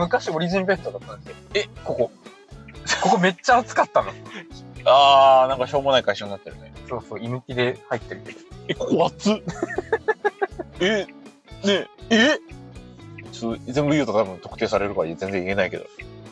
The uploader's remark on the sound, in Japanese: 音質最悪！ドライブラジオ